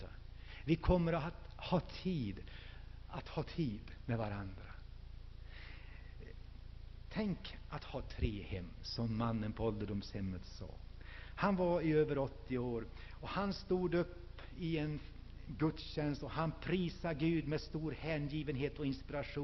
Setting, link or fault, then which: setting, large echoing room